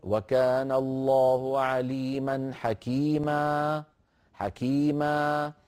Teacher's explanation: أما تنوين النصب فجرت عادة العرب على حذفه وقفا مع التعويض عنه بألف يمدونها بمقدار حركتين، وكان الله عليما حكيما، إذا وقفوا عليها يقولون وكان الله عليما حكيما حكيما، هذه الألف يعوضون بها عن تنوين النصب حالة الوقف · Term: مد العوض